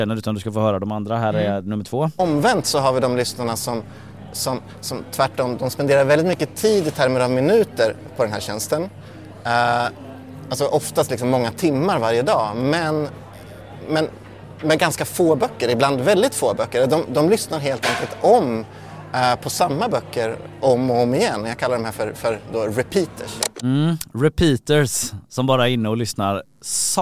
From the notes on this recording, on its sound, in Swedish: Ett bonusavsnitt av Nyhetsshowen live från Bokmässan.